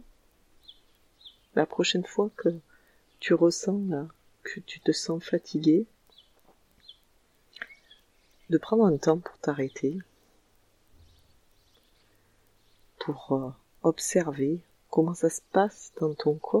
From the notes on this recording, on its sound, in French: Un épisode enregistré à l’extérieur, avec le chant des oiseaux qui accompagne ma voix !